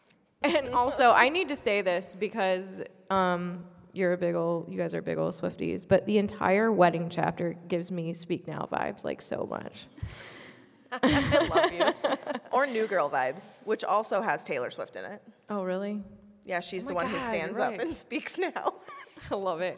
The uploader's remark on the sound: LIVE at LeakyCon Chicago 2023!